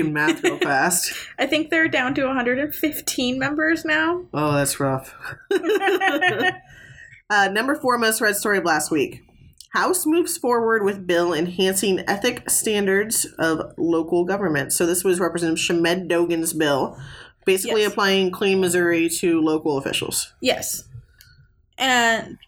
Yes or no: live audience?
no